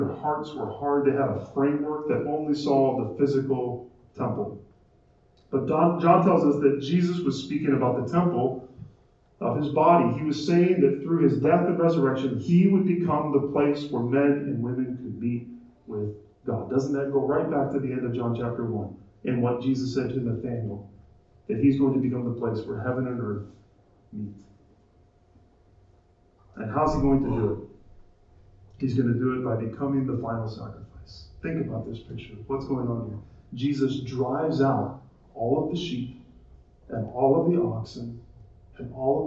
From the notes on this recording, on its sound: Our apologies for the poor audio quality of this recording.